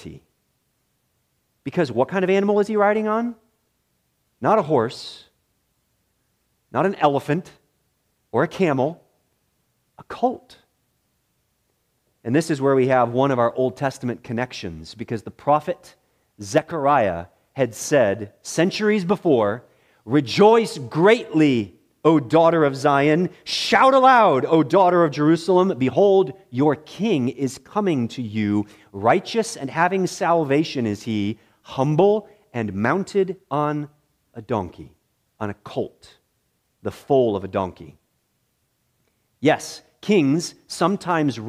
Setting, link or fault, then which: setting, large echoing room